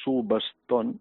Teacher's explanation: a vegades n'hi ha que ho diuen amb B sonora, amb bilabial sonora, subaston, i altres ho fan en sort de subaston, és igual.